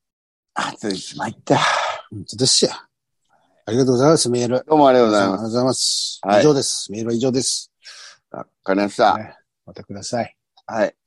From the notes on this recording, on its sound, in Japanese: ZOOMで収録